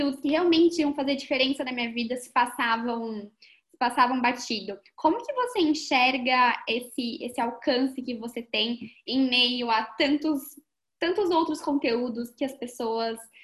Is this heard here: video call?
yes